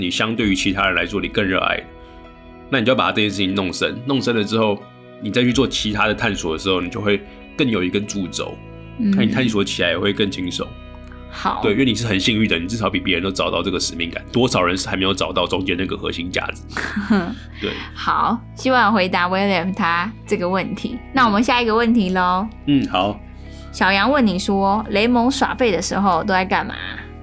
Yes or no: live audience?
no